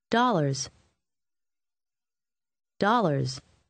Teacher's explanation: Обратите внимание на звук «з» в конце последнего слова.